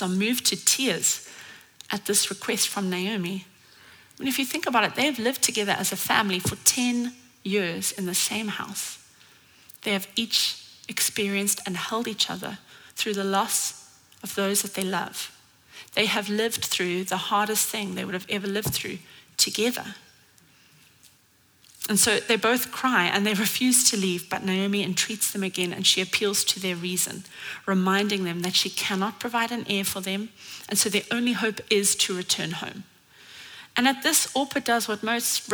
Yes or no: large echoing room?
yes